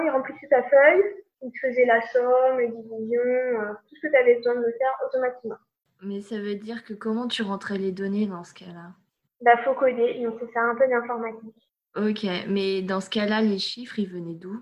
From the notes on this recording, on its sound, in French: C’est mon premier interview enregistré en période de confinement donc désolé pour le son